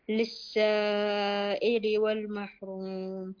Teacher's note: للسائل هذا مد واجب أربع حركات